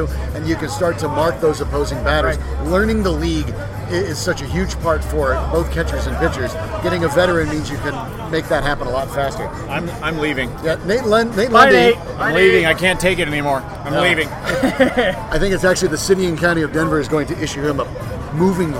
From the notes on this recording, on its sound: While recording live at Tap XIV.